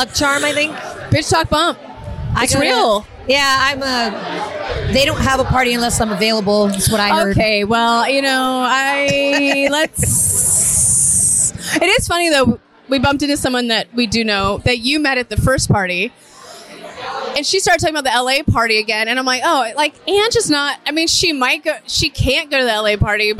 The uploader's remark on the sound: SXSW Festival 2023. Basic Bitching at the Blindspotting Premiere Party. This is a Basic Bitch from the Fairmont Hotel in Austin, as we celebrate the season premiere with cast and crew from the show.